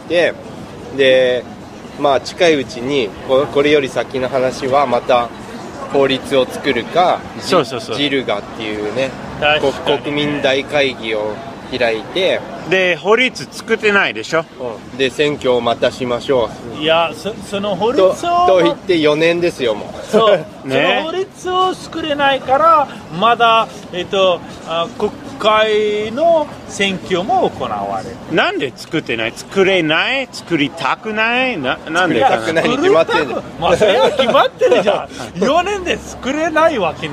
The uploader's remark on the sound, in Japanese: 外で録音しましたので、バックグラウンドはちょっとうるさくて、申し訳ありません。